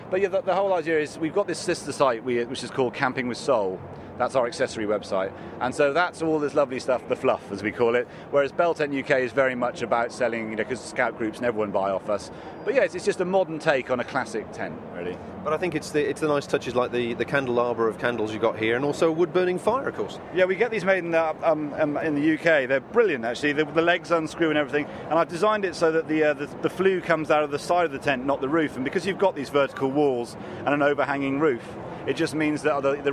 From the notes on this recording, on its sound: Part 2 from The Outdoors Show at the NEC